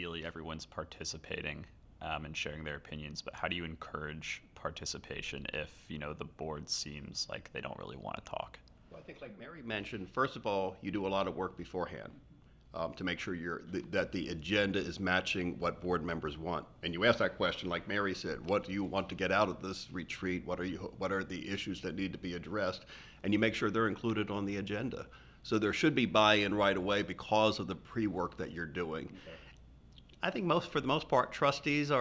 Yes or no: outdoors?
no